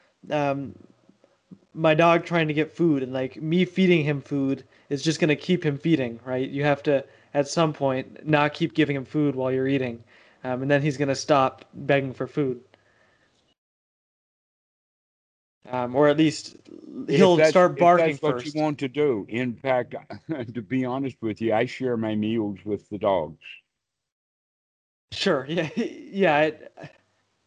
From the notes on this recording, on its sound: skype calls on this channel